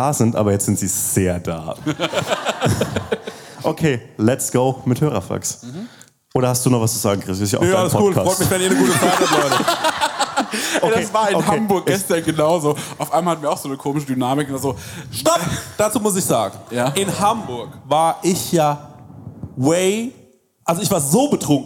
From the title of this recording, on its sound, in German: Live aus Berlin